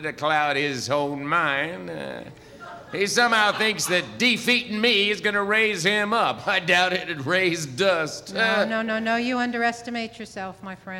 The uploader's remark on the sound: recorded before a live audience